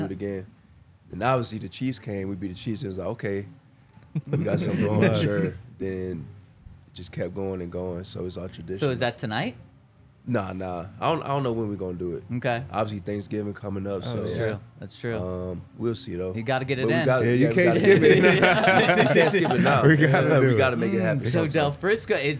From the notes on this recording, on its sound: coming to you LIVE from the DNVR Bar